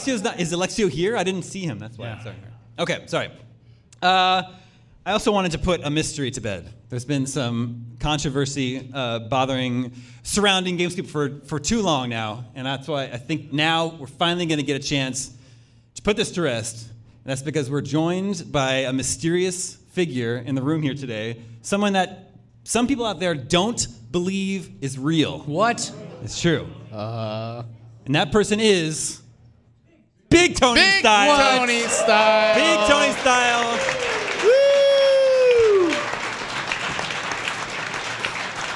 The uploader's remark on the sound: We're celebrating our 500th episode in front of a live audience.